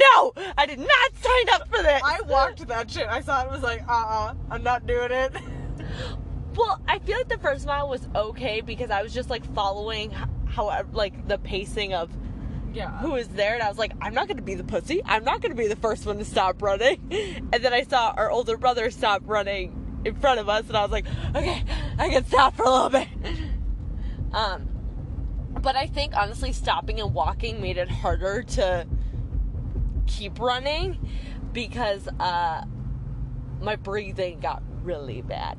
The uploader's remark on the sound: Car cast. While in the car going to get ice cream and french fries.